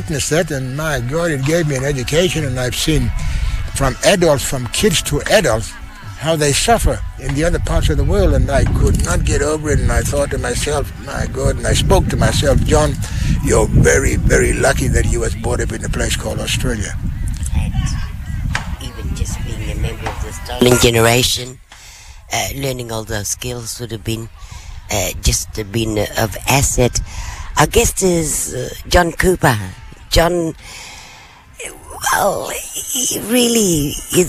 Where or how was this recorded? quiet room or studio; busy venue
busy venue